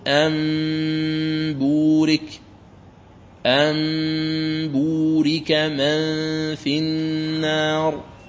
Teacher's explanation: يكون الإدغام هنا بقلب النون الساكنة والتنوين ميما خالصة، ميما خالصة، لكن تخفى هذه الميم بغنة، فتقول أمبورك، أمبورك من في النار. · Term: القلب